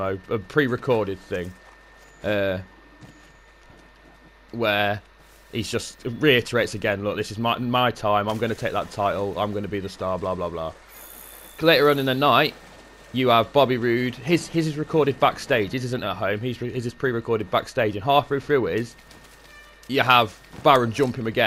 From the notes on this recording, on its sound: Whilst playing some Monster Hunter! Sorry about the background noise, we were chatting on PSN as i played some Monster Hunter.